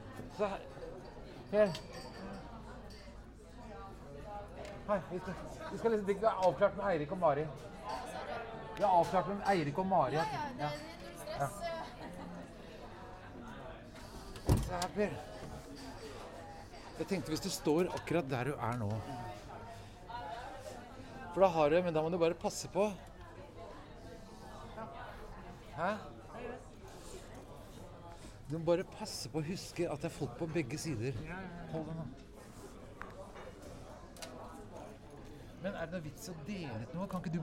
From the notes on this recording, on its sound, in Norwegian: Live opplesning av dikt - på Tranen.